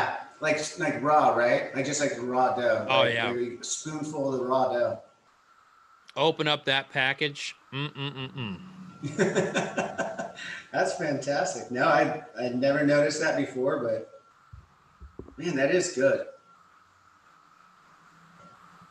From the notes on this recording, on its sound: BONUS livestream recording. This simulcast was recorded before a live streaming audience, with listeners asking questions of the two.